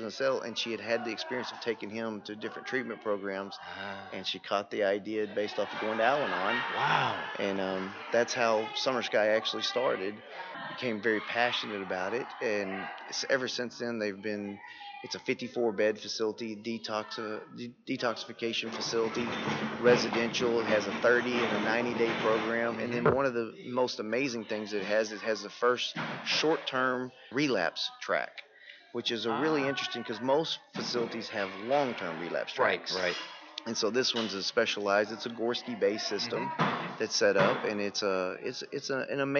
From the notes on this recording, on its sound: at the 2015 TAAP State Conference on Addiction Studies in San Antonio, TX